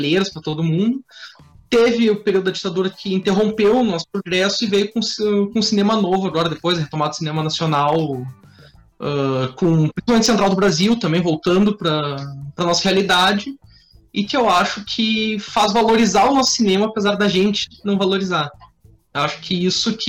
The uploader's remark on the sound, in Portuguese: O Podcast foi gravado de maneira remota, através de plataformas de vídeo gratuitas. Pedimos desculpas pelas dificuldades de conexão e som devido a gravação à distância nesse período de pandemia. Podcast gravado através do Zoom.